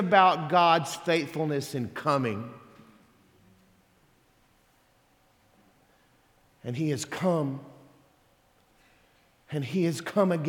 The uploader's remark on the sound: Sermon audio from Sunday December 10th, 2023